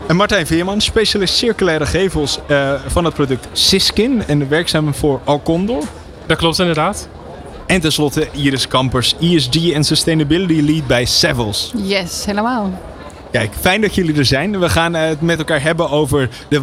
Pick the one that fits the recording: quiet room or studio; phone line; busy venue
busy venue